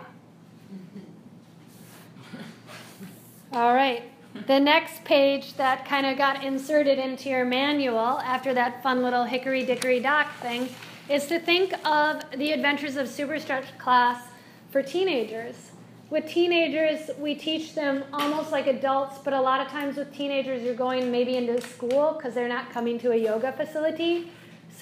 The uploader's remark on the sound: This is a live excerpt from ‘The Adventures of Super Stretch Mindfulness & Yoga Fitness Program For Children™ Yoga Enrichment Workshop’ lecture for a group of wellness professionals.